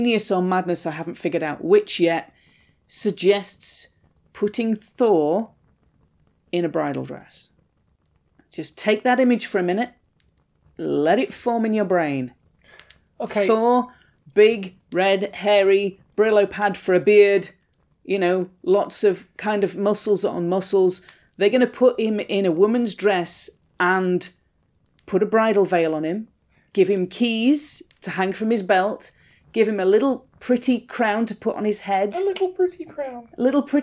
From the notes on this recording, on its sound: Background fire ambience